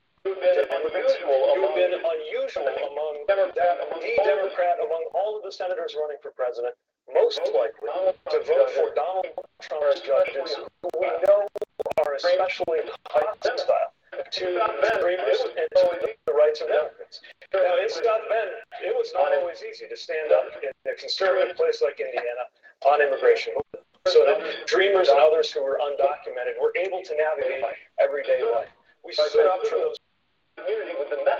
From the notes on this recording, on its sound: your phone calls